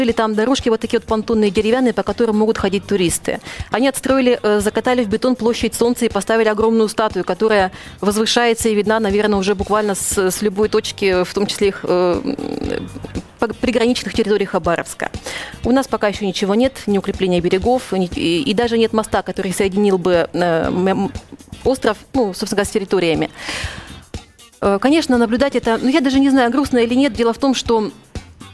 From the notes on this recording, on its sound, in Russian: (по телефону)